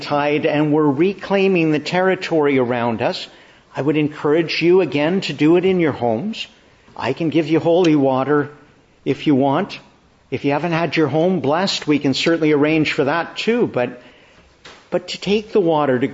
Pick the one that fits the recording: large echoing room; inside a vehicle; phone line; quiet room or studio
large echoing room